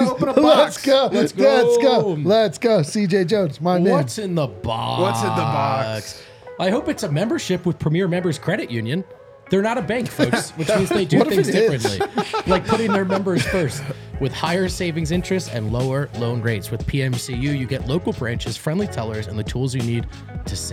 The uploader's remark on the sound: come to you LIVE from the DNVR Bar